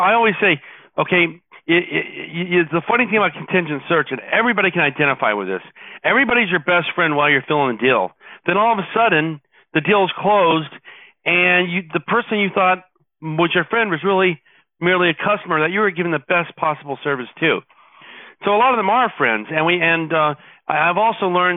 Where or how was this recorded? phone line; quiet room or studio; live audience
phone line